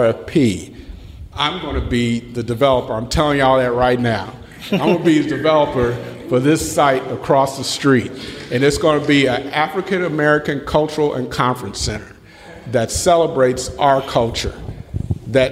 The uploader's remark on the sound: I was recently in Los Angeles for work, and while there, I had the opportunity to do a live show with AIGA Los Angeles.